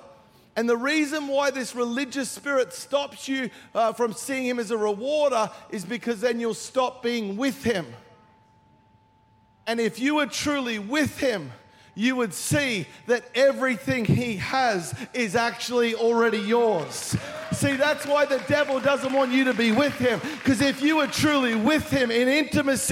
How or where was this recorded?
large echoing room